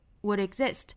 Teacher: 最后的重音音节落在后面的 exist 这个 it 上面